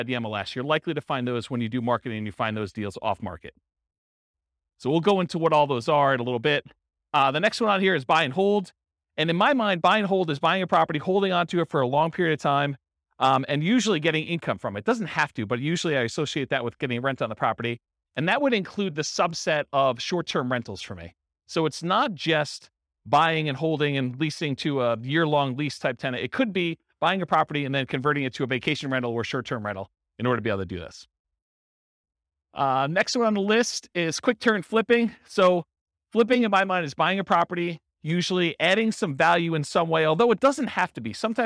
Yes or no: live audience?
yes